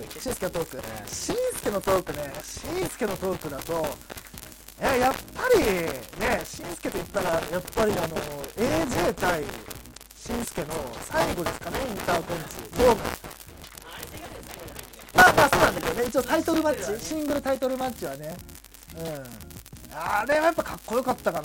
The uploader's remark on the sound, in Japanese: 今回の音源は音質が悪いため、ご了承の聴取ください。無観客公開収録第2部の模様をお送りします。